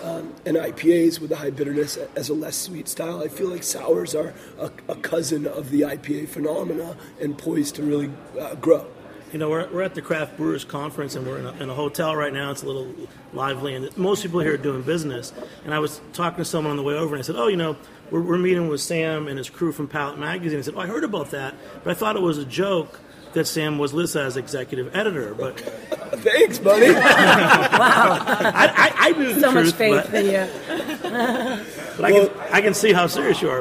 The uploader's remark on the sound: at the 2016 Craft Brewers Conference in Philadelphia!